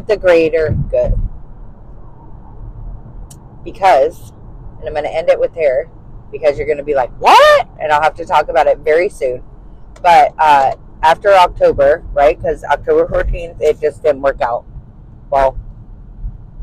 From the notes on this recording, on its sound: This first episode is uncensored and unedited. I am actually in my car driving to work. I bought a set of little microphones to help the sound but I am still learning.